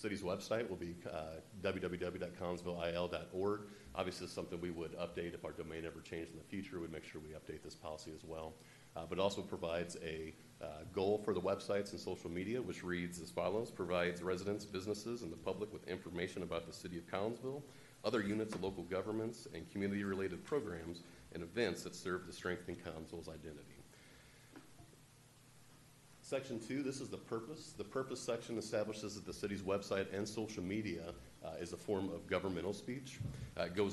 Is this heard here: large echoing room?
yes